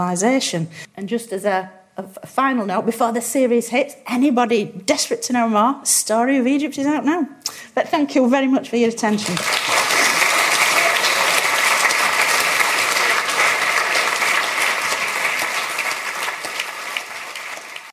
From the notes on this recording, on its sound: a lecture from our 2015 History Weekend event